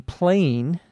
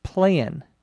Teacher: the sound at the end of the word is shorter · Shown in: second take